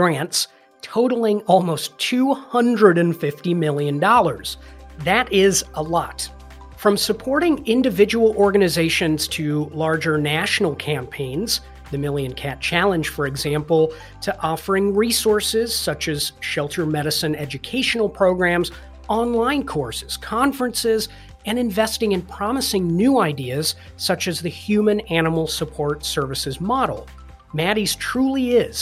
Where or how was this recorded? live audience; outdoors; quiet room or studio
quiet room or studio